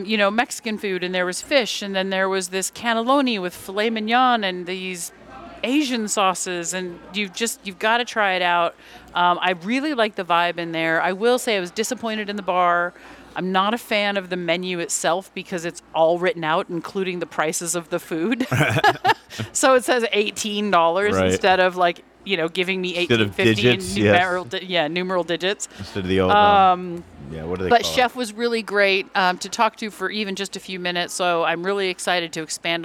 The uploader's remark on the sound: recorded this episode at Little Avalon, the coastal cuisine casual joint in Village Square, the shopping complex at West Sahara & Fort Apache